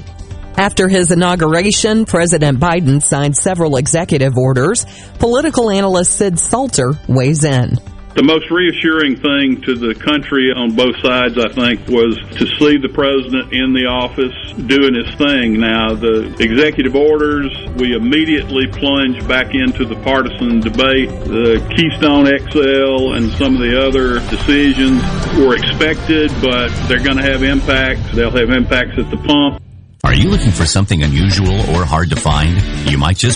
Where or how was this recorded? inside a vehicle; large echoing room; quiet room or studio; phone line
phone line